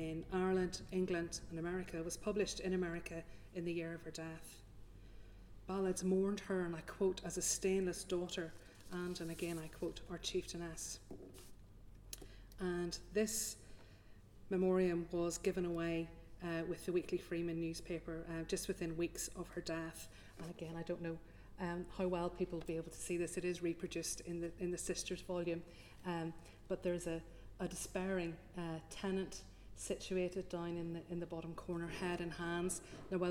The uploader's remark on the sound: The third lunchtime lecture of this series held on 19 October 2022